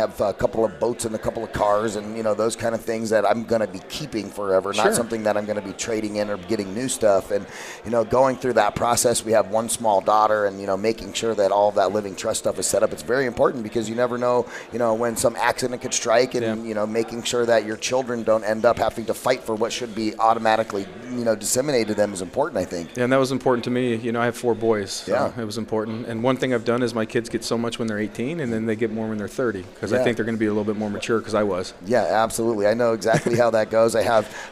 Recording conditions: busy venue